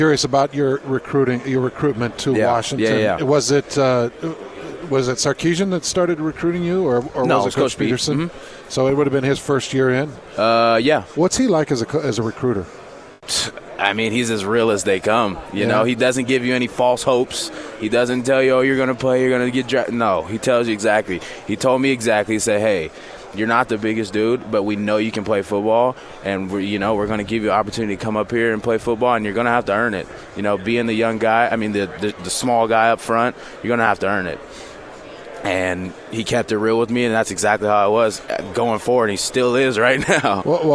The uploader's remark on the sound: live from Pac 12 Media Day